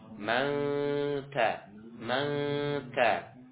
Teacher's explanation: Jadi ujung lidah persiapan ke huruf ta, ke makhrajnya huruf ta. Mendekati ke pangkal gigi seri, cuma tidak ditempelkan. · Term: ikhfa